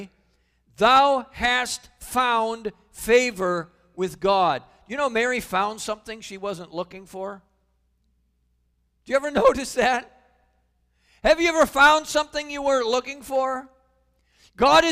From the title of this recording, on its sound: Calvary Assembly of God live Stream